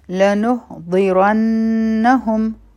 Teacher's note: را به غټه وایو او نون مشدد دی غنه به کو